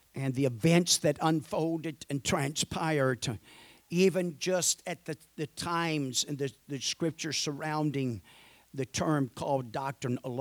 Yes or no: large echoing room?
yes